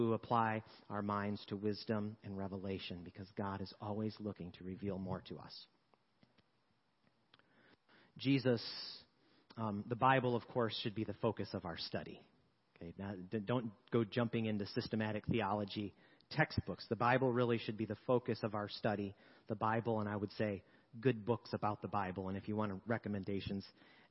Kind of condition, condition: setting, large echoing room